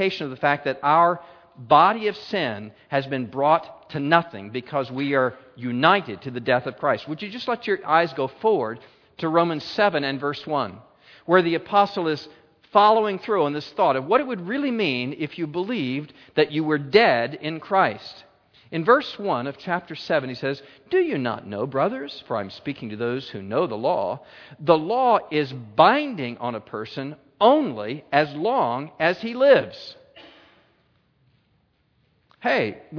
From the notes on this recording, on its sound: A Keynote Session at FG13 – Standing and Striving.